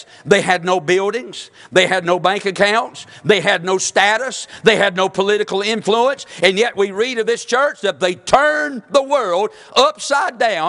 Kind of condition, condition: setting, large echoing room